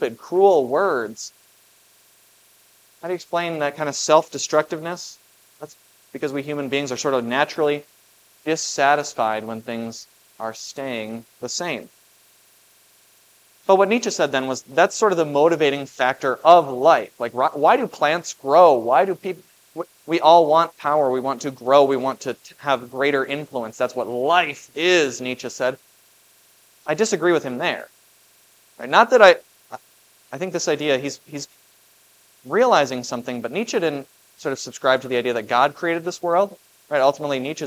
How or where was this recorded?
large echoing room